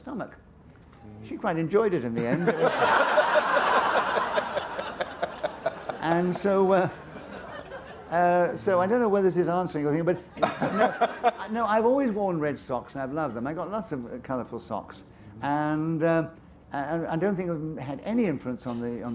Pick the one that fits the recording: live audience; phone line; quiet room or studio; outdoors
live audience